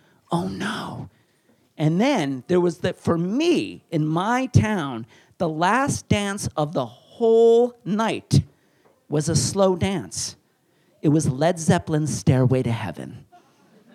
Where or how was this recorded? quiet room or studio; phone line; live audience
live audience